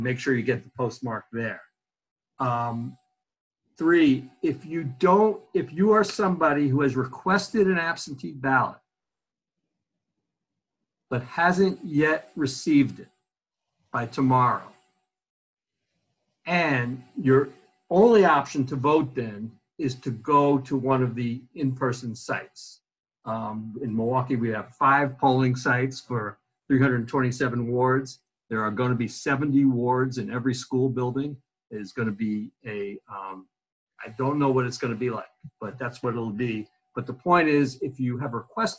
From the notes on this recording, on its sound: host a zoom on facebook live